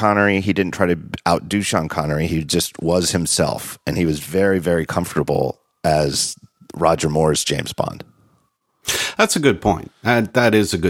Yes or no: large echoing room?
no